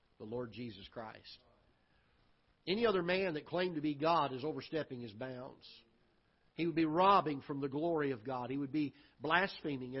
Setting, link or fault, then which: setting, large echoing room